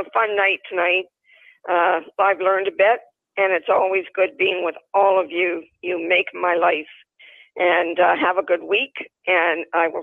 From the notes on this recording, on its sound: ON THE PHONE WITH HER SYNOPSIS.